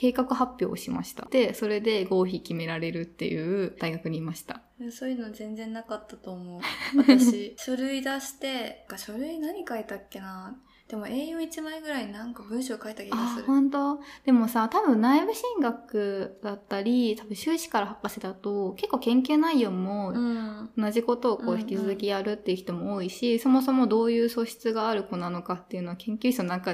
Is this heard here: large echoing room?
no